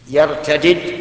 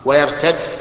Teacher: يرتدد بفك الإدغام، ويرتد بالإدغام